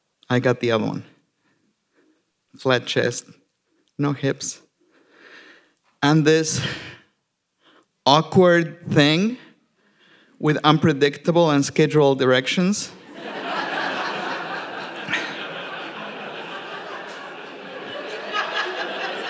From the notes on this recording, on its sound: Recorded at The Alberta Rose Theatre in Portland, OR on December 15, 2019.